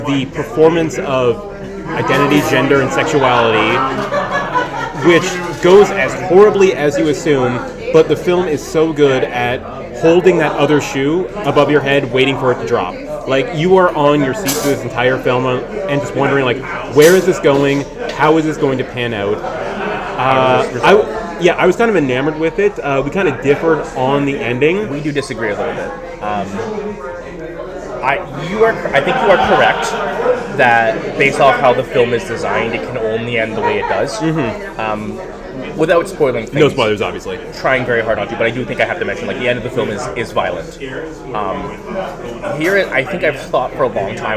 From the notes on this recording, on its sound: BONUS - Live from Fantasia 2023. AUDIO WARNING - This podcast was recorded in a noisy public space. Coming at you live from a bar next to Concordia University. Apologies for the audio quality in advance.